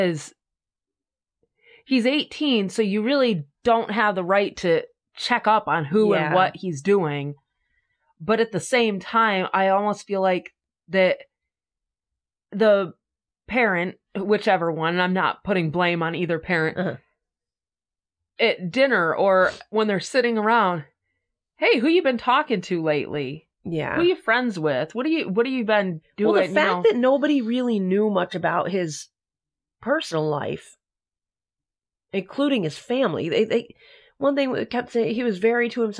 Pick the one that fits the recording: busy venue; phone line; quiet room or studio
quiet room or studio